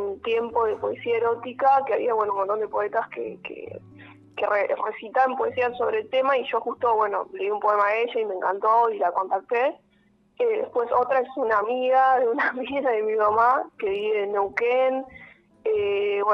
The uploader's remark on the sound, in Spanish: Charla Telefonica.